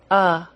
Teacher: Our last short vowel sound is the short U, and it sounds like uh. The short U sound is created by pressing the back of our tongue down.